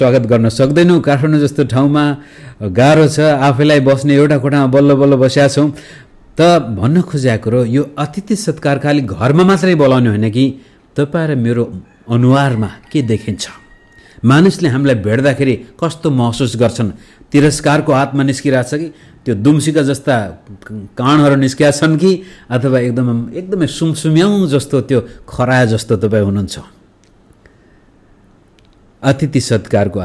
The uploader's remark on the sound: Message preached to Shanti Jeevan Church, Kathmandu, Nepal